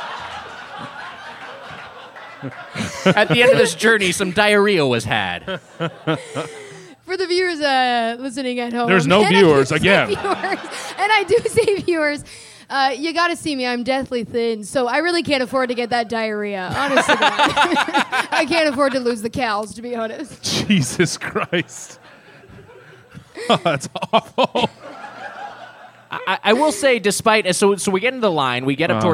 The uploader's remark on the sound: Followed by a live audience feedbag. Recorded live at the Hollywood Improv in Los Angeles.